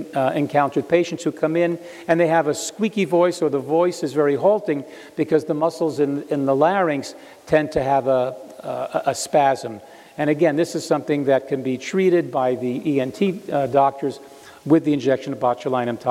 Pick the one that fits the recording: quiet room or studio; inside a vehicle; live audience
live audience